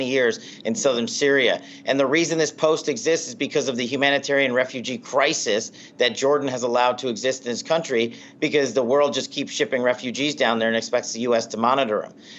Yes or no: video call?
no